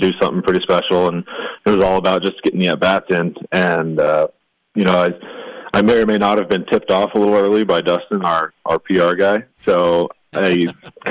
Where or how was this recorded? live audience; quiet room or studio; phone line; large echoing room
phone line